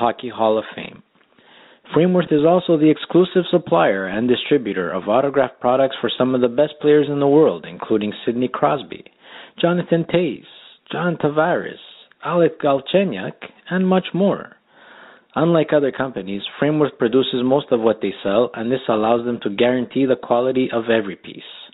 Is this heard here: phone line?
yes